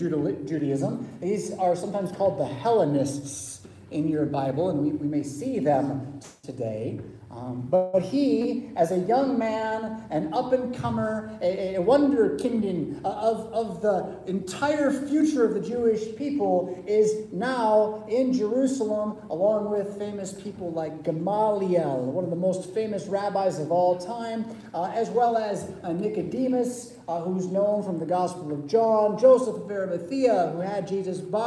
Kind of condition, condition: setting, large echoing room